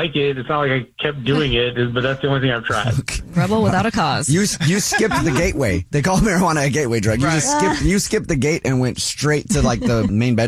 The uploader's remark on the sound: There is a guy on the phone.